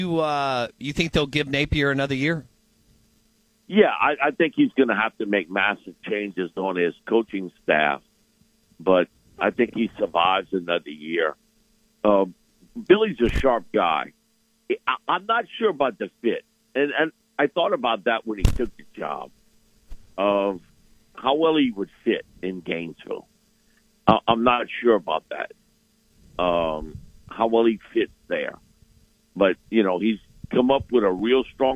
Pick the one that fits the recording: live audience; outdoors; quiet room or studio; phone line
phone line